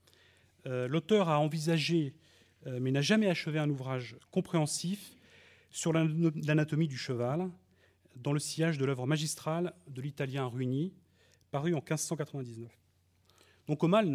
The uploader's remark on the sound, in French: enregistrée le 5 octobre 2012 dans le cadre du colloque « Le cheval et ses patrimoines.